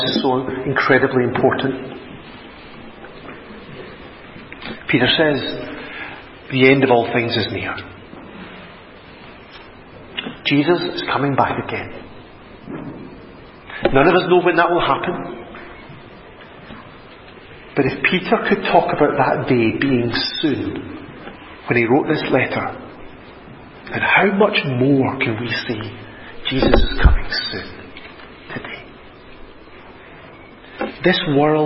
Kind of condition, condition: setting, large echoing room